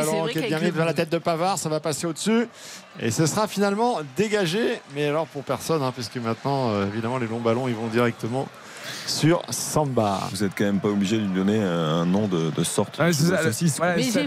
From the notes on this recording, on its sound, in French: en direct du stade de l'Algarve à Faro